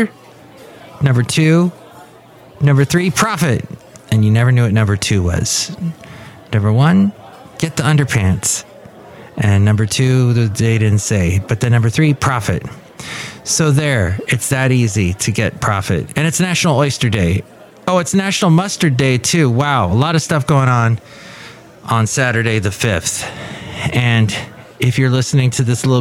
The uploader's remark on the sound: Podcasts live from Café Anyway.